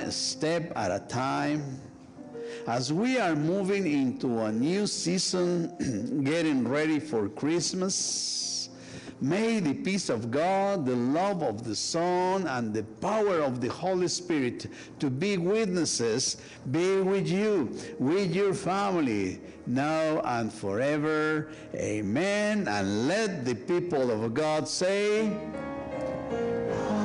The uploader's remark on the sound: Sunday worship service of First United Methodist Church of Pacoima, recorded live. We are located at 12550 Van Nuys Blvd.